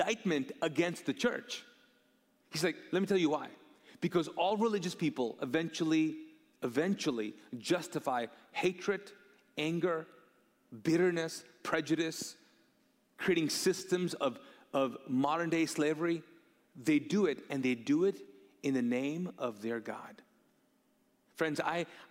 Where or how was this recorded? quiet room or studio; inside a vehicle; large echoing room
large echoing room